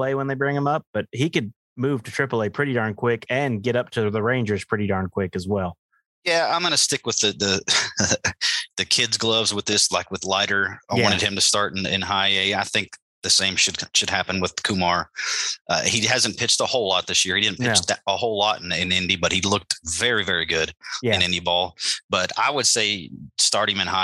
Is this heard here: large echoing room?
no